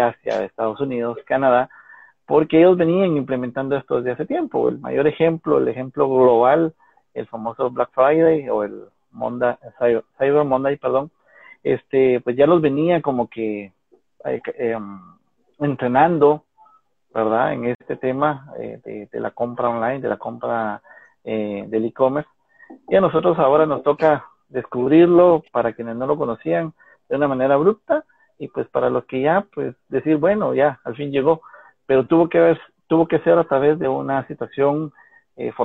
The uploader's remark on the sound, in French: Un Instagram live